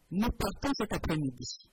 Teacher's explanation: Vous avez bien compris que l'intonation est descendante.